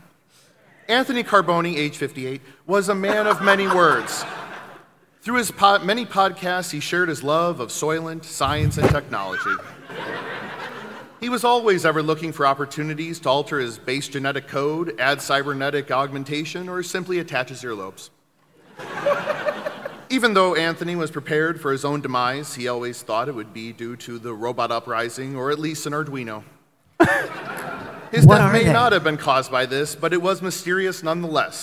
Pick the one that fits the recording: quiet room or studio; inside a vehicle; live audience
live audience